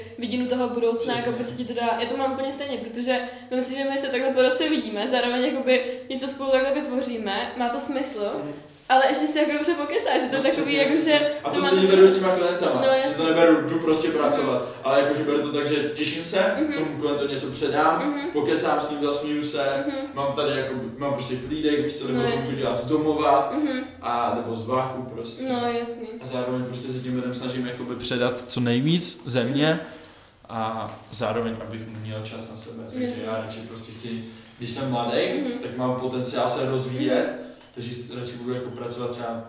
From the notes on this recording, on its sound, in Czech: Také se kapku chci omluvit za zvuk ještě jednou. Příště to vylepším a kvalita zvuku bude o kapku lepší, to mi věřte! Furt se jen s mikrofonem učím, tak na to myslete.